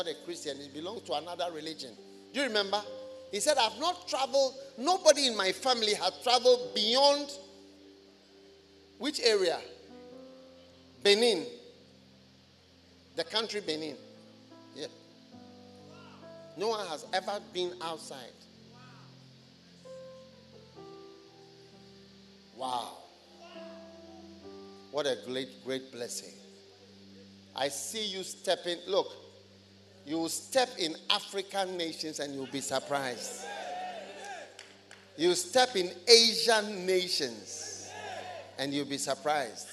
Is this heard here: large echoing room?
yes